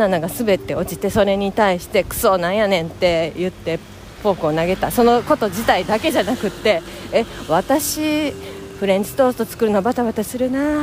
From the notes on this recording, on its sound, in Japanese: 雑音アリ。すみません※。出勤中に歩きながら話しています。